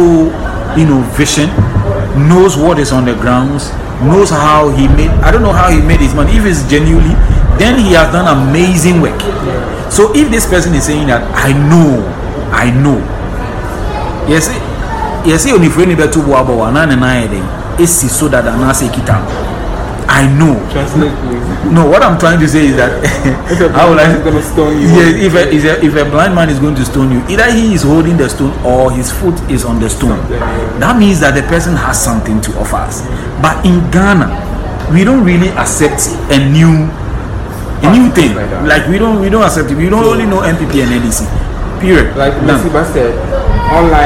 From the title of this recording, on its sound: OUTDOOR RECORDING